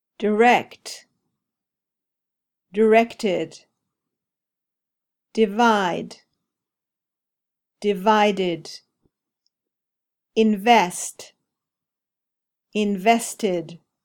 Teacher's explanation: past tenses that are pronounced with the ending did or tid